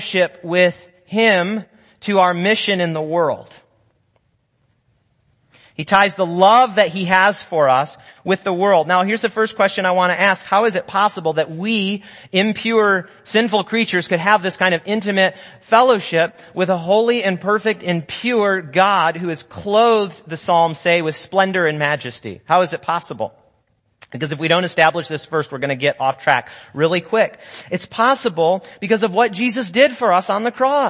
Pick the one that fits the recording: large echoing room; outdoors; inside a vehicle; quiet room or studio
large echoing room